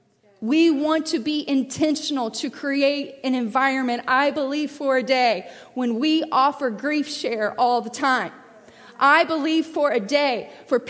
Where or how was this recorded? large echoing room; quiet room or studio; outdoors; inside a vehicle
large echoing room